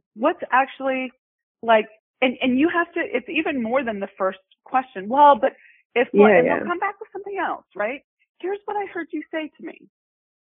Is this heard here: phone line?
yes